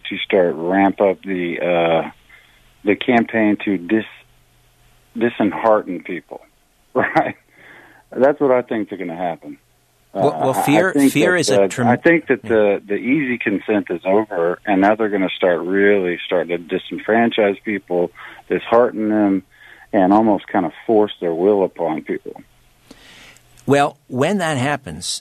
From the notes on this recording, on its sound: opens the phone lines